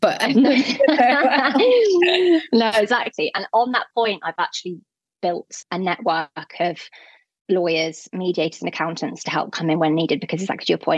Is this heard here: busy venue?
no